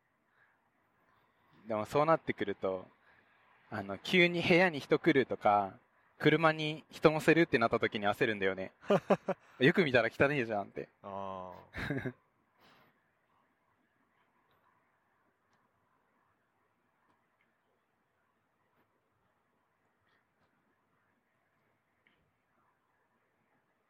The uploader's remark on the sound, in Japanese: 北海道でドライブしながら収録しました。